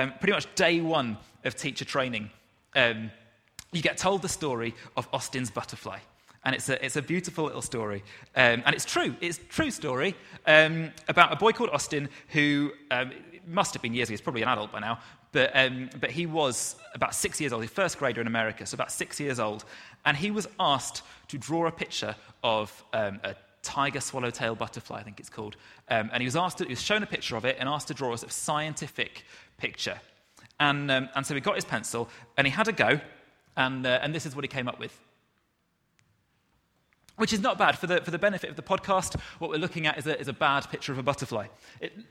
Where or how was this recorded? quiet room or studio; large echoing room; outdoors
large echoing room